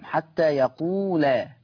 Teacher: وحفص عن عاصم يقرأ بفتح اللام، حتى يقول بفتح اللام.